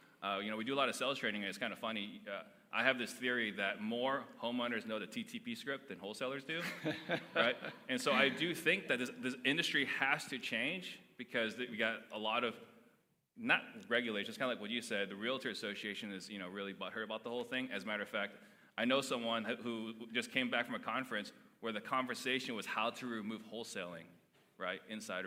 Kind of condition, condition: setting, live audience